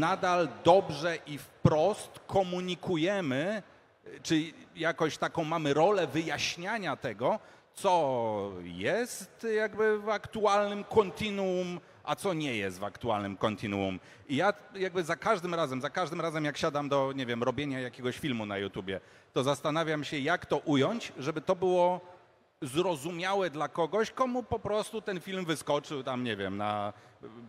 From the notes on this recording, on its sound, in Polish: Podczas minionego weekendu odbyło się PGA czyli Poznań Game Arena. W sobotę na scenie głównej odbył się panel dyskusyjny.